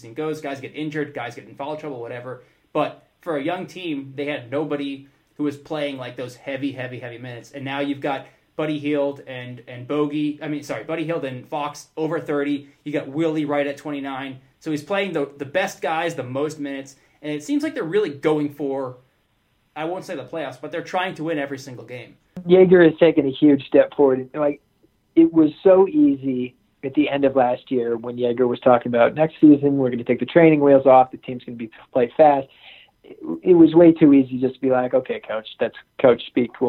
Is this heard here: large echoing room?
no